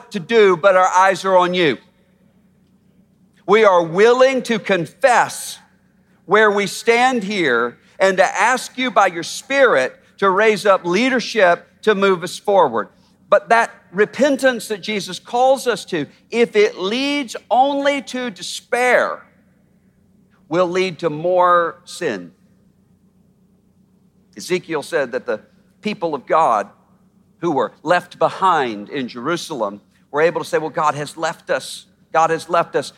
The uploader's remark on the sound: At our historic MLK50 Conference. Addressed the crowd in a passionate message.